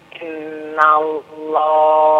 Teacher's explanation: Lafadz Allah dibaca dua harokat.